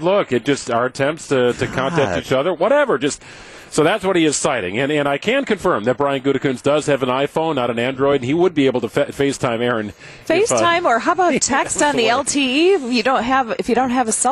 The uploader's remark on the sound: Live From MECCA Sports Bar & Grill